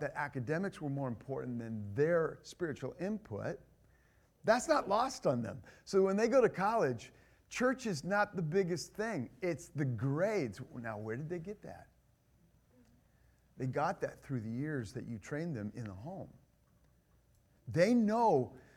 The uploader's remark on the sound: This is the first session of the God’s Gift Parenting conference